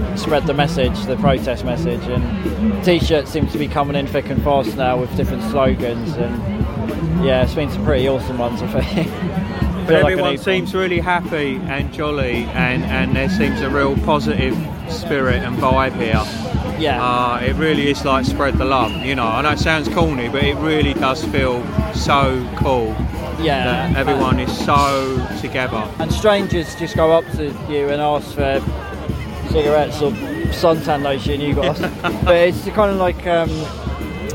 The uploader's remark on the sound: We report live from London as the latest anti lockdown protest makes its way through Oxford Street and eventually concludes at Hyde Park